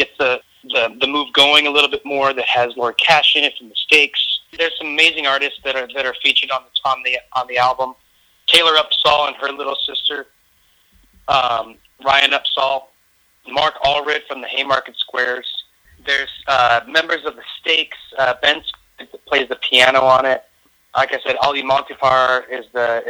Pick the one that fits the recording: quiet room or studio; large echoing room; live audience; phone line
phone line